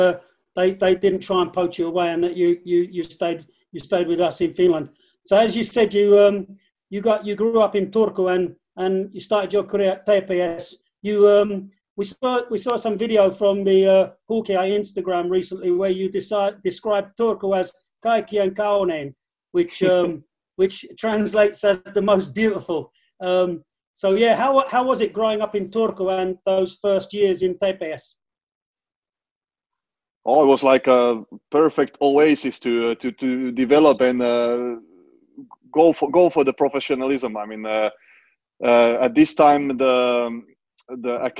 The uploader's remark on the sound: the entire FFS team to turn up for a five-way Zoom